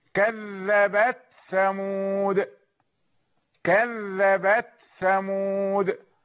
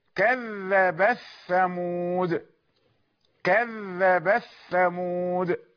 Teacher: يعني يهمسون التاء عند الإظهار. أما عند الإدغام فتدغم التاء في الثاء هكذا كذب الثمود، كذب الثمود.